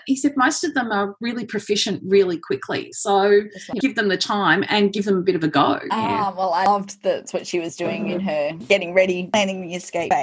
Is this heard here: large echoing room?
no